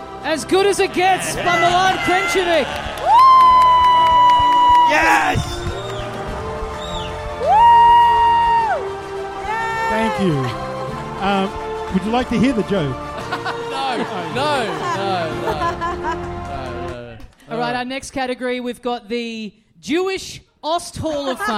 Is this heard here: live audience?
yes